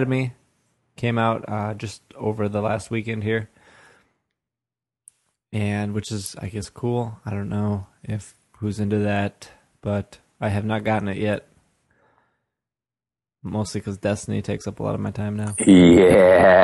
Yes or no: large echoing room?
no